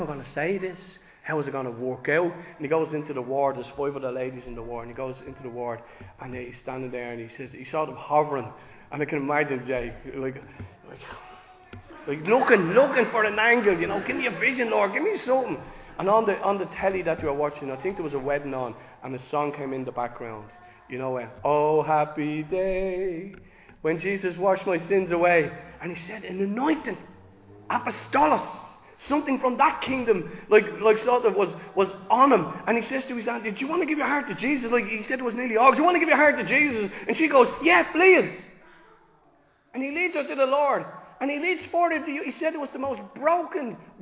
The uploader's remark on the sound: Recorded live in Liberty Church.